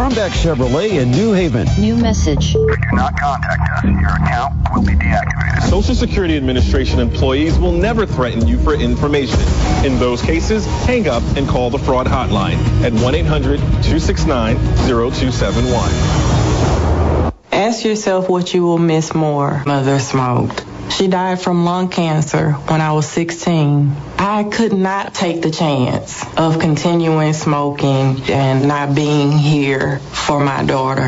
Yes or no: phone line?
yes